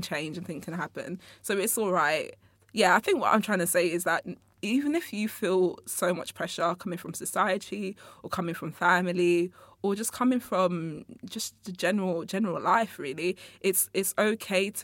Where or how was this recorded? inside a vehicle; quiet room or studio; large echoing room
quiet room or studio